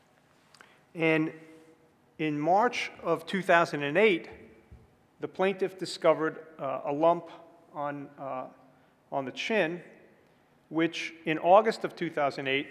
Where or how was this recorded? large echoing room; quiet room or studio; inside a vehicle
large echoing room